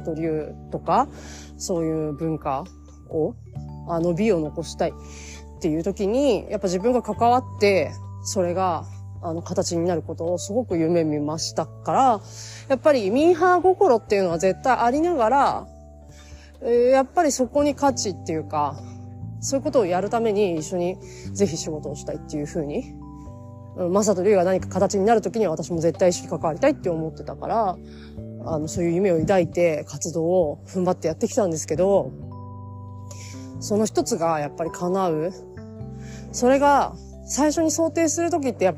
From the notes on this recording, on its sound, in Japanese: 歩きながら撮っているために聞きづらくて申し訳ないです。